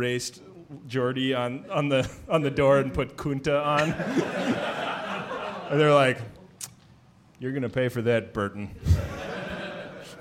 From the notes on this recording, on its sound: It's our third ever live show, recorded at Piano Fight in San Francisco!